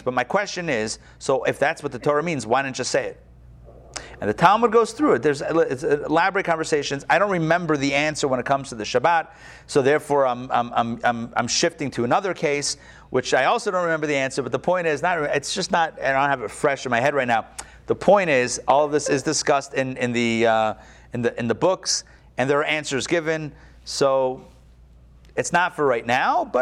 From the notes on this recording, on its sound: Recorded live at Atlanta on July 14, 2021